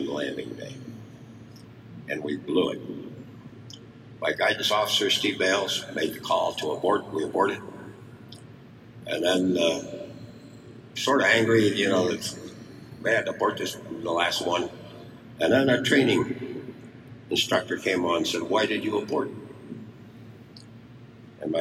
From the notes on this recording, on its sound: Bear with me on the audio. We were inside a hangar, so the acoustics weren’t ideal for a podcast, but it was an awesome place to be.